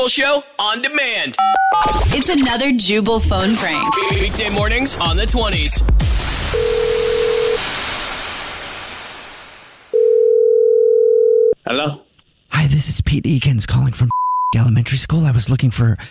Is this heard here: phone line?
yes